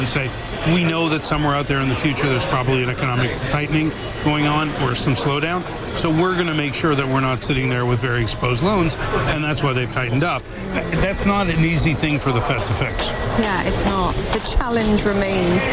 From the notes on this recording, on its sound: live from the New York Stock Exchange